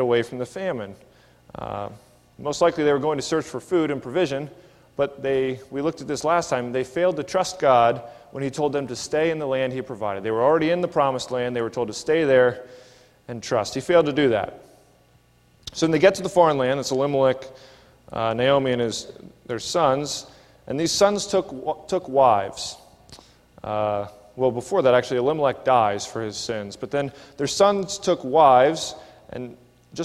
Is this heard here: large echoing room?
yes